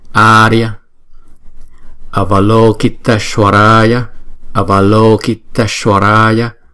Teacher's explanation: Chữ A có dấu gạch ngang trên đầu thì chúng ta đọc hai nhịp.